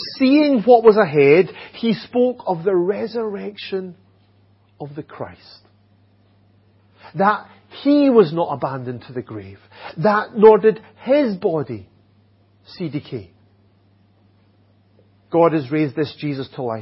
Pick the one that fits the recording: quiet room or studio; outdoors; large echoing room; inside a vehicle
large echoing room